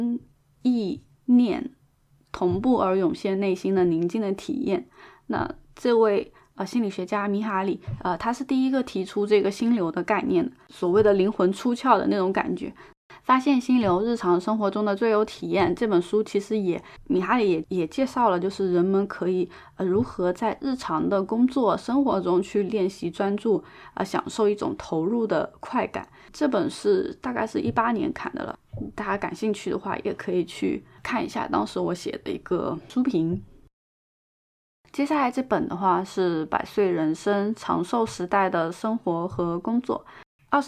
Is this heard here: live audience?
no